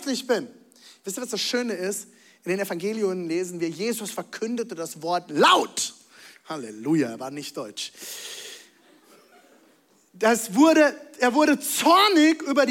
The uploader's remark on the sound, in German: Zealchurch Leipzig. Audiomitschnitt der Predigt.